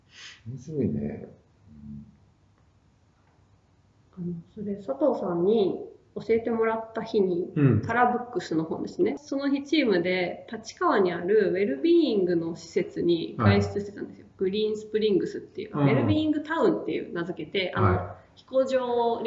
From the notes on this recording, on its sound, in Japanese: 旧マイクで音声ややわるいです